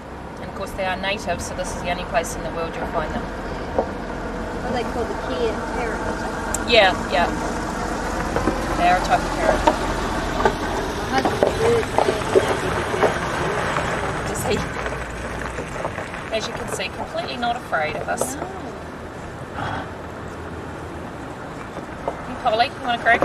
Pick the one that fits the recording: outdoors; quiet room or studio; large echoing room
outdoors